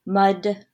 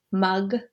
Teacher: D and g are both stops. They're both voiced, but the place of articulation is different.